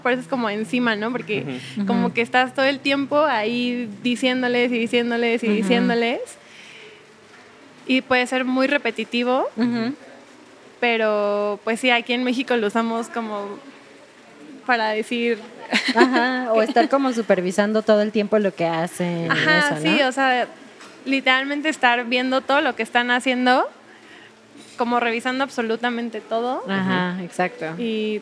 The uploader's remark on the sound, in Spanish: Es un reto porque no lo grabamos en nuestro estudio, así que hay más ruido!